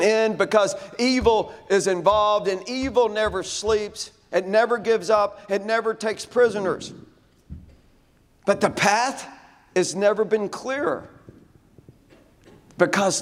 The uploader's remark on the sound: At The 2023 RPI Houston Conference